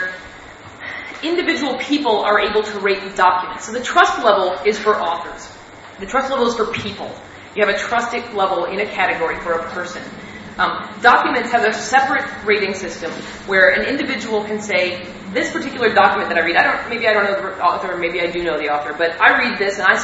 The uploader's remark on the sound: a talk they gave at the 2002 Mind States conference that was held in Jamaica